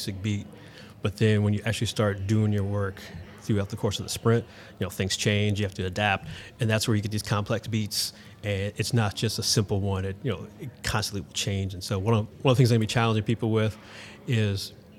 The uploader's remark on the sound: Live From Agile Midwest